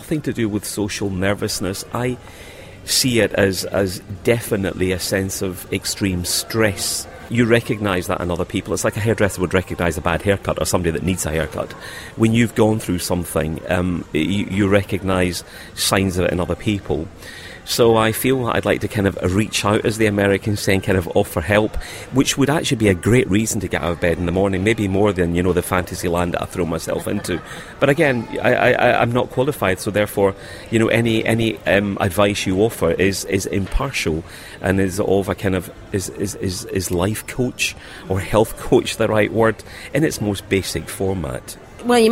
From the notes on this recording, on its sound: On Location interviews at the Sheraton Grand Hotel